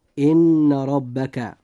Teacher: نلاحظ أن حرف الراء في كلمة ربك جاء مفتوحا، لذلك يجب أن يفخم · Term: تفخيم الراء